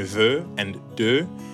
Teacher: You may notice that some words ending in certain vowel sounds, like the EUX in ve and de, have an added R sound at the end, sounding more like ver and der